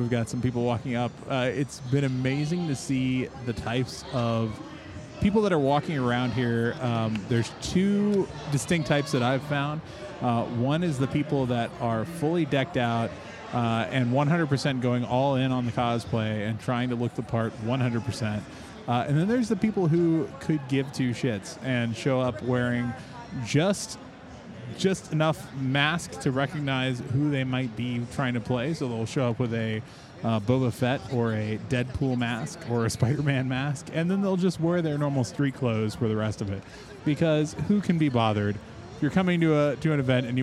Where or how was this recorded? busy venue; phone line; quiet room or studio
busy venue